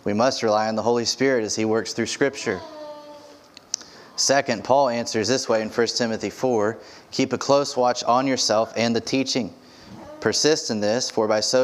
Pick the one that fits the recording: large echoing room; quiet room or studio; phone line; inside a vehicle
large echoing room